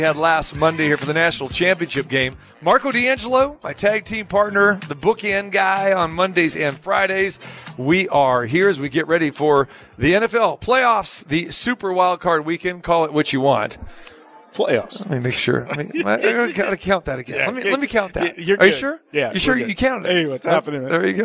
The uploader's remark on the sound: Live From the Super Book at Westgate Las Vegas